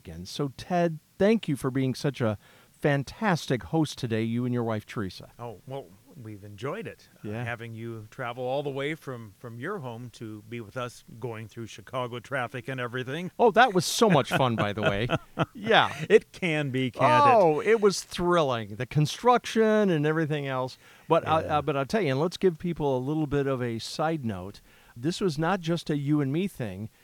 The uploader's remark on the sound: on a deck at sunset overlooking a lake in southwest Michigan